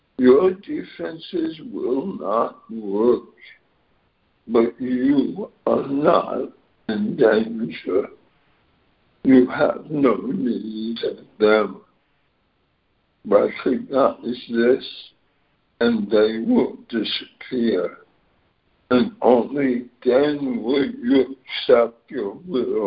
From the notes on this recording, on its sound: ACIM Daily Conference Call